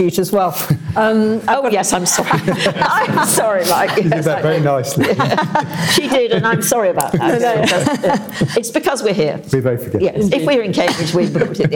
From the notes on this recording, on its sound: This event was part of the IfG and Bennett Institute's joint conference on the Future of the UK Constitution.